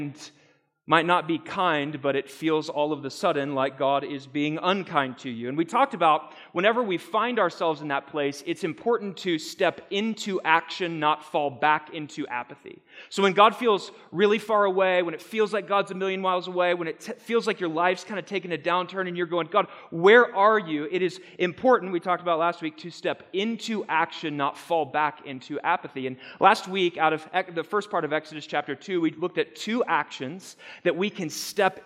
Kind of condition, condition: setting, live audience